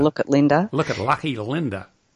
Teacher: Now, the L is different. There's that velar L, that swallowing the tongue kind of L.